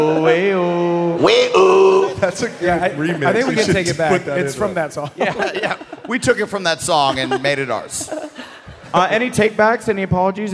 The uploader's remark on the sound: Live From Columbus!